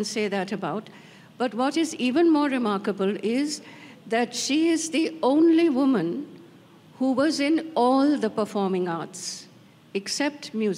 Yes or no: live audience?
yes